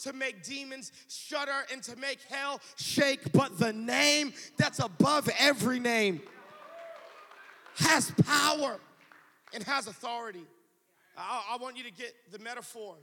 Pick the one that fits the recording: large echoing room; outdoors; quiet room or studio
large echoing room